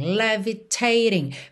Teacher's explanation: Percebe que o primeiro T fica t. Tá, e o segundo já rarara, para juntar no ing.